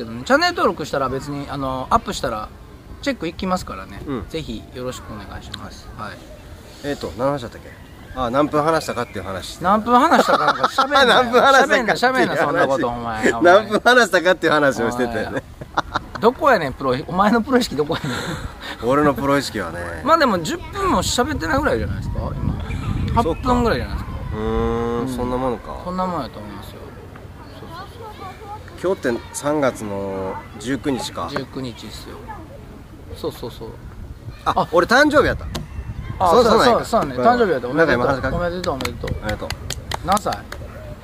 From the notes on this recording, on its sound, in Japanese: お外で収録してみました！